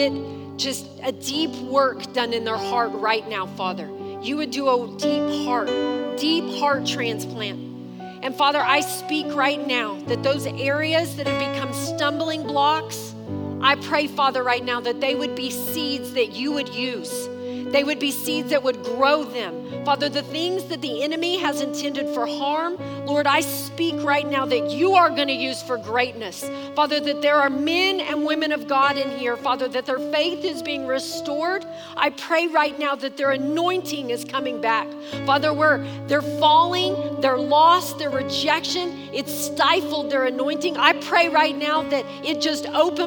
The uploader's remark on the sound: Recorded live during our Wednesday night service